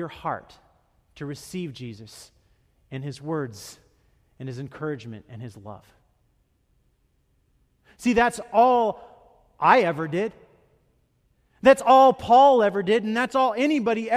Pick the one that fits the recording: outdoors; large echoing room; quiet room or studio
large echoing room